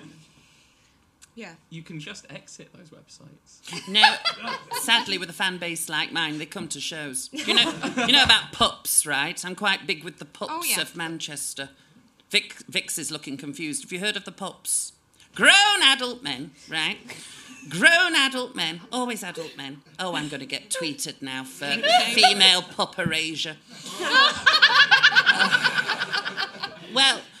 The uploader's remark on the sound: Live At Above The Stag. A chaotic live extravaganza direct from the big, camp Above The Stag cabaret room.